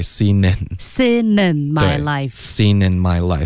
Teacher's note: Seen in 这两个 N 的音都是需要动舌尖的舌尖顶着上颚